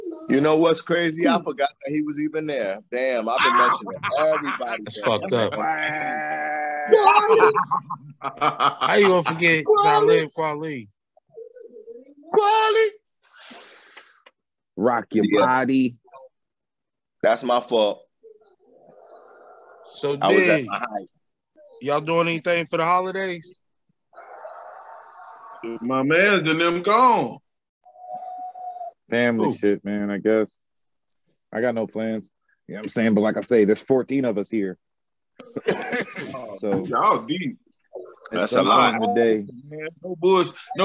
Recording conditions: video call